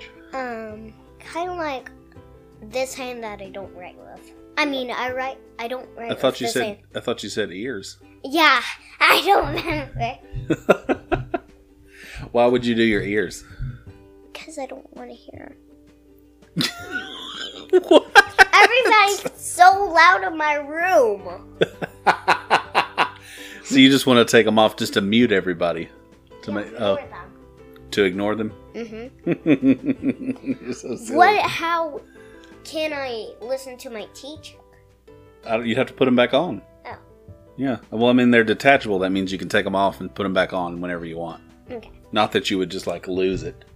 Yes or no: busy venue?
no